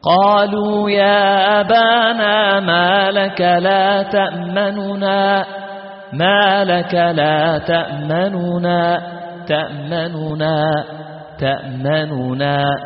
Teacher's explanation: تفك الإدغام وتحرك النون بالضم وتأتي ببعض حركة النون · Term: الروم